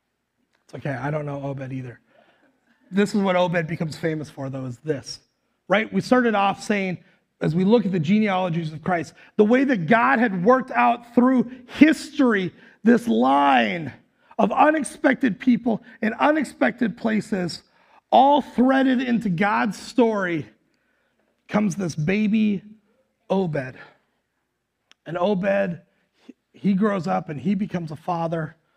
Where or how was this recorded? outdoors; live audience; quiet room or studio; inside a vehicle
live audience